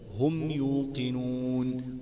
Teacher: بغنة بسيطة جدا في حرف الميم، إذ أن أصل الحرف فيه إيه؟ في غنة · Term: الإظهار